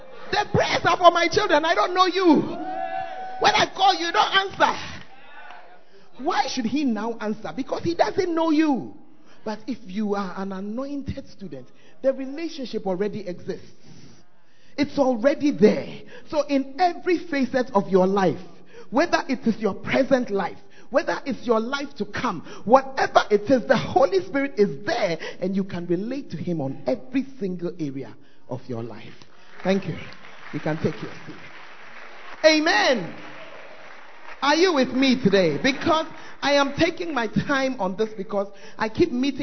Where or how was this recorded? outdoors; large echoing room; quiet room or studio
large echoing room